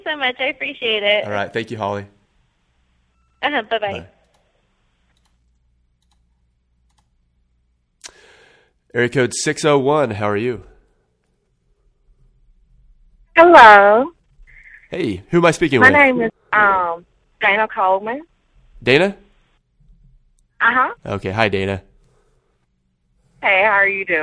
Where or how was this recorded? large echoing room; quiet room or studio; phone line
phone line